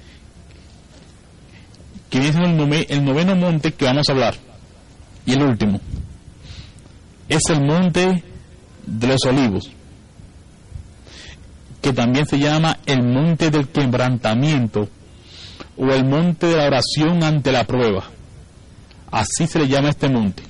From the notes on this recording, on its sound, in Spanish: predica grabada el 26-11-2015 en la Iglesia Evangelica Los Hijos de Sion, Centro de Adoracion